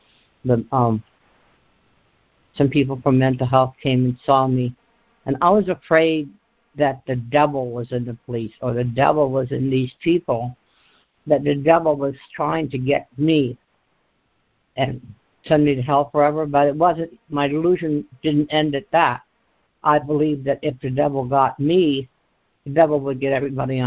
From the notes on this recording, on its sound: ACIM Daily Conference Call